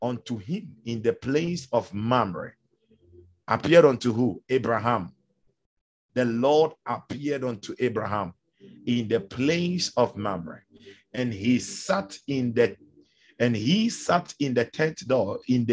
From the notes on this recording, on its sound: Zoom meeting